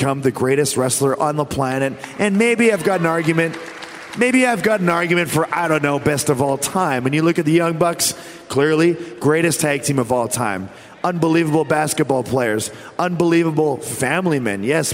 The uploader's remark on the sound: AEW Unrestricted was live at FanFest with a fantastic lineup of guests!